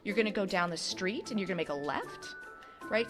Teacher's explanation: Basically, this is ending a statement as if it were a question. · Term: uptalk